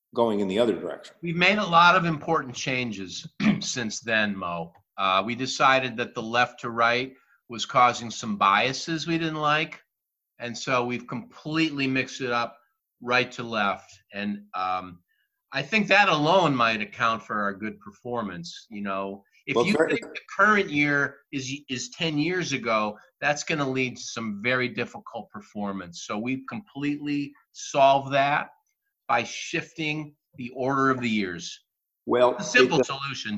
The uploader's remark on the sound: Test Show with Zoom.